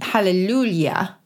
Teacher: the J sound that you hear in hallelujah is pronounced like a Y